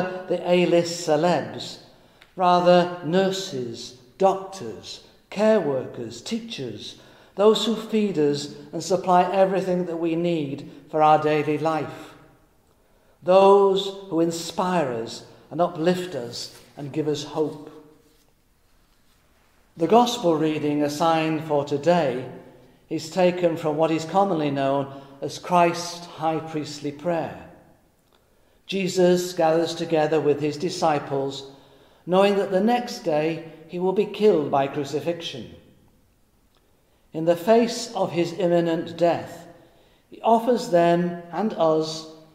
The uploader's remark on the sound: Recorded in Middlesbrough Cathedral on Thursday, 28 May 2020.